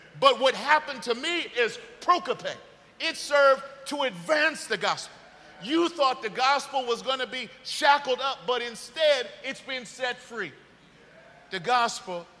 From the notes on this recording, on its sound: This message was delivered on January 1st 2023 at New City Fellowship West End in St. Louis, MO.